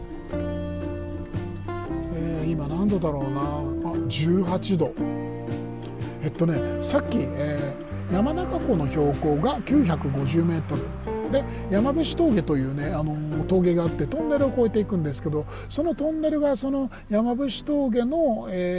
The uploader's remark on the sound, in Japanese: ドライブ編。クルマに乗ってスタジオを飛び出したんです。深夜の山道をゆっくり走りながら夜の空気を浴びつつのおしゃべりです。富士山の麓あたり。